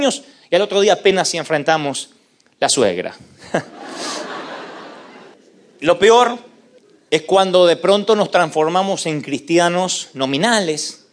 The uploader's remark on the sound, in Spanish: Vas a disfrutar las conferencias del evangelista y pastor de los jóvenes, grabadas en vivo.